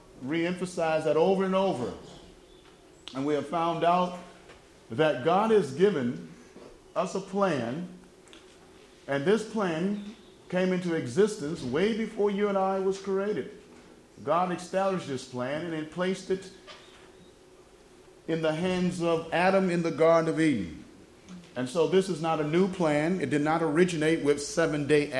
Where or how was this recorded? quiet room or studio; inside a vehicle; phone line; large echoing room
large echoing room